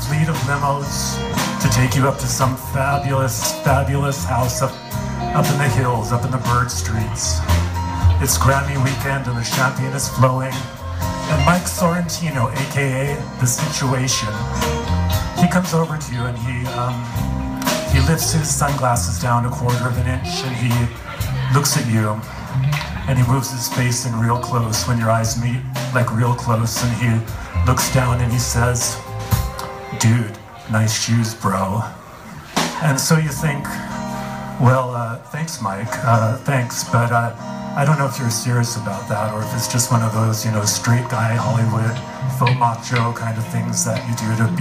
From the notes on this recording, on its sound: With band, live at Pappy & Harriet's.